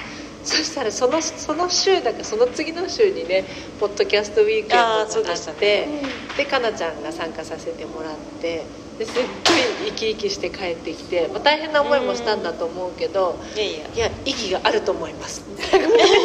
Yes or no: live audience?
yes